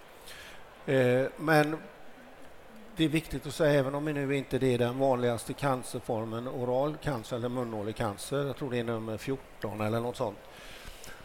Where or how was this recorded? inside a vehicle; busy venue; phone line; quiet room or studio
busy venue